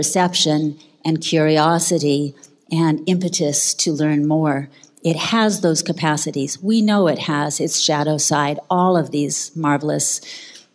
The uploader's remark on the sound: This episode of the MAPS Podcast is taken from the Psychedelic Science 2017 conference in Oakland, CA.